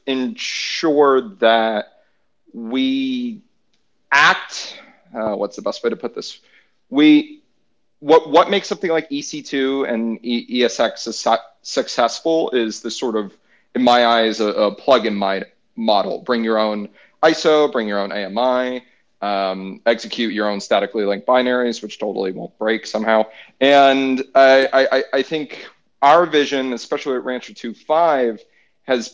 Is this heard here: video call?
yes